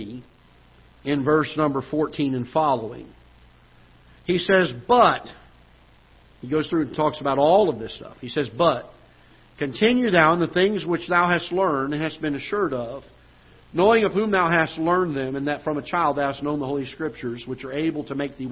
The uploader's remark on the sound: Ketha Heights Baptist Church ~ Live Broadcast